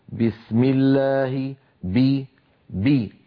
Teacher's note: شديدة مجهورة، هي حرف قوي، الباء قوية جدا لأن فيها شدة، فيها انحباس الصوت والنفس. بسم الله الرحمن الرحيم، فلا يصح أن يقول أحدنا بسم الله، وكأن الباء صارت ممعوسة مهروسة، صوتها ضعيف جدا بسبب ترك شدتها.